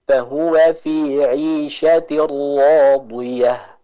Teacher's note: Huruf ro dibaca dengan tebal. Jadi huruf ro di sana kita tebalkan karena dia fathah dan juga kita berikan tekanan